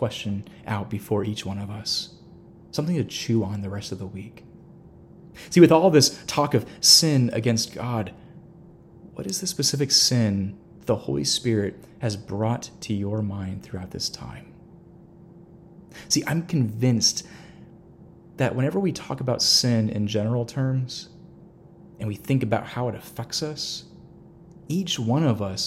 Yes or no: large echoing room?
yes